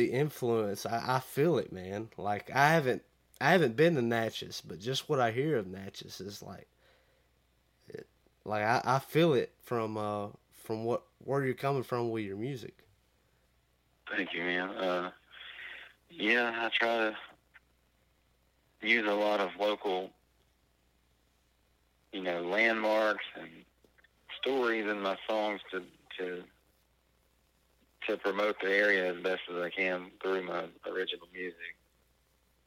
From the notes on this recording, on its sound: Burnt the phones down to Natchez, MS.